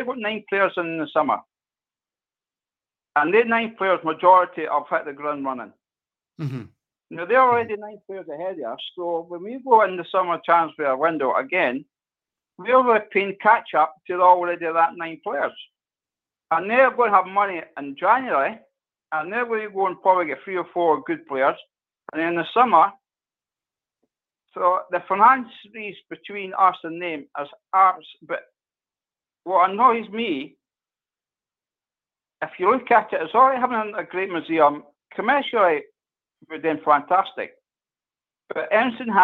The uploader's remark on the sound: RANGERS RABBLE PHONE.